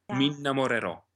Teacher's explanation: La M è semplice, non va raddoppiata.